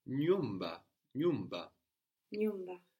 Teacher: we have this NY sound starting a syllable